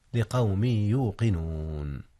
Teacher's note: أدغم التنوين من قوم في ياء يوقنون، وكان الإدغام بغنة